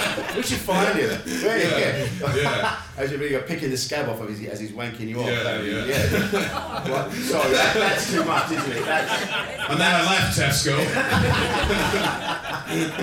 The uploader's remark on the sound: LIVE SHOW from Edinburgh. Recorded live at the 2019 Edinburgh Fringe.